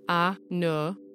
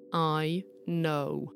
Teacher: in some accents, some words have monophthongs, a single flat vowel like no, and in other accents, that very same word will have a diphthong or a bendy vowel